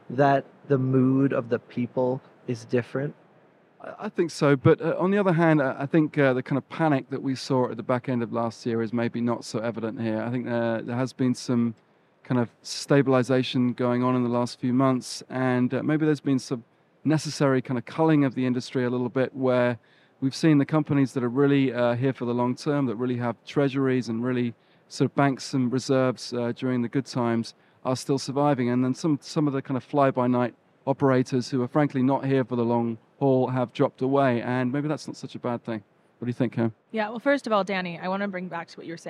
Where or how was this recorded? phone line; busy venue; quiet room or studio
busy venue